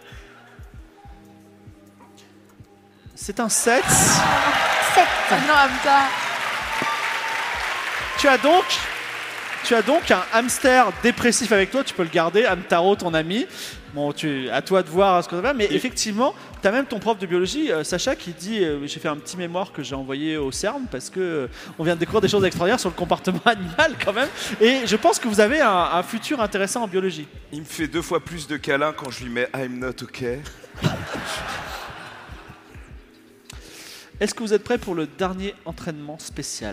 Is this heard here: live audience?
yes